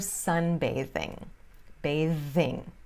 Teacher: bathing, muda para o TH vozeado, tá? Então, vira tipo esse ZZ com a língua presa.